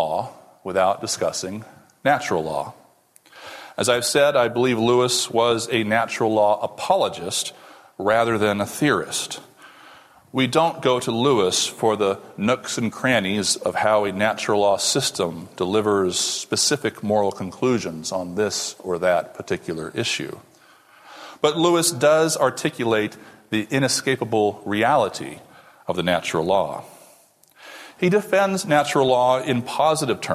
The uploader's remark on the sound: This lecture took place at the Acton Institute for the Study of Religion and Liberty in Grand Rapids, Michigan.